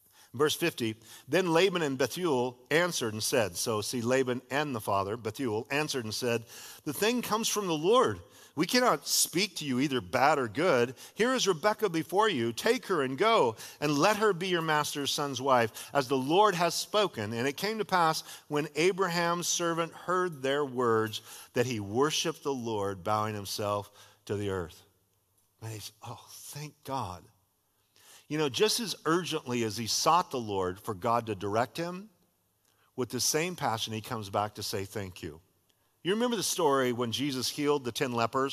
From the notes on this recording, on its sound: was a sermon delivered as part of The Beginning and The End Series at Godspeak Calvary Chapel in Newbury Park, California